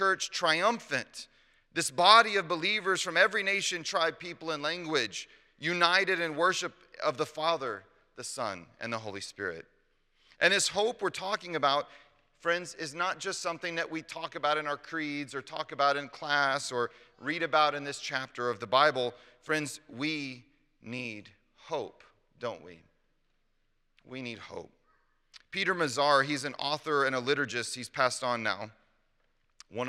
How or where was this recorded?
large echoing room